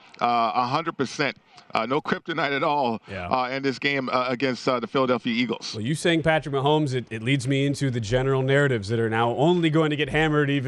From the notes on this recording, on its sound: live from Radio Row in Phoenix, AZ